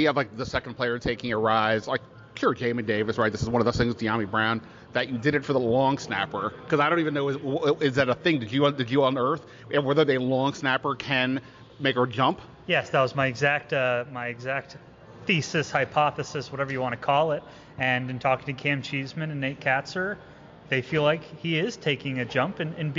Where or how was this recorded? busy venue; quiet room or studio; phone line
busy venue